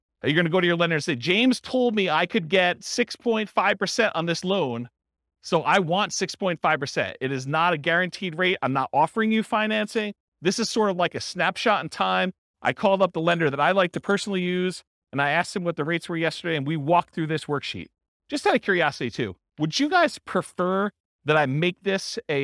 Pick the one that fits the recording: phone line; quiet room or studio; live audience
live audience